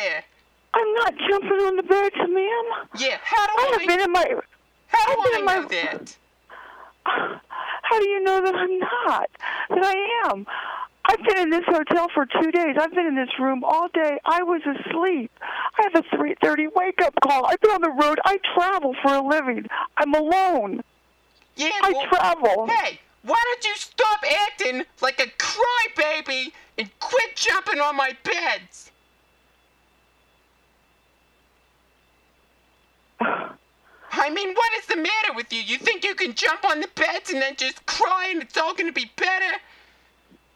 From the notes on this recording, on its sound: Prank Phone Calls Collection